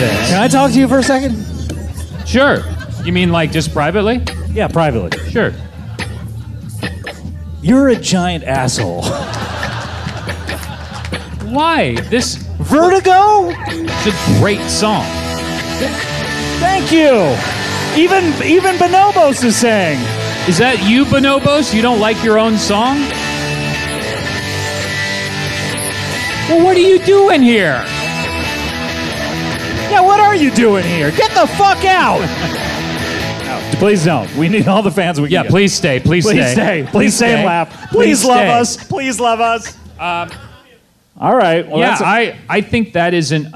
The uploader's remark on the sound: LIVE from SF Sketchfest. Episode recorded LIVE from Cobb’s Comedy Club!